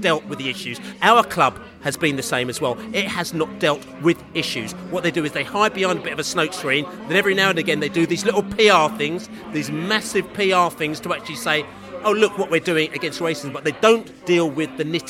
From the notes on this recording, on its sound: Millwall pre-match podcast from the Pub.